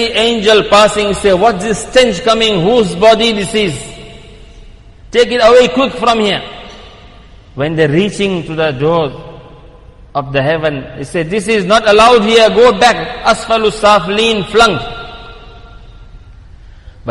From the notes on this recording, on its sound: Jumuah lecture at Masjid e Quwwatul Islam